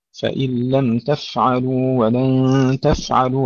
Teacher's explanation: الفاء الساكنة أيضا لا نقلقلها، فإن لم تفعلوا ولن تفعلوا، فيها همس وليس فيها قلقلة.